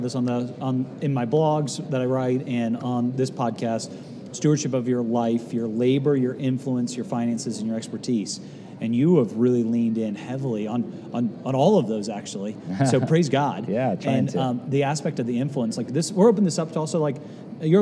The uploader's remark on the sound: Live from C12